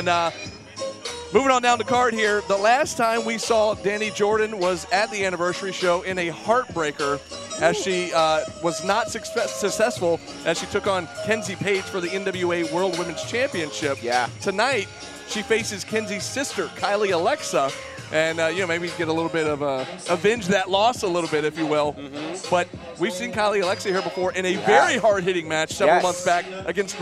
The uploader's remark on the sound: bringing us the LIVE SHW57 Pre-Show from The Action Building in Canton, Georgia!